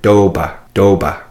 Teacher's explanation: And there's a good example word for seeing how we take the consonants, and if those consonants there, that T and that P are followed by a vowel, they make the sound D and B, as in the word doba, doba, which means belly button.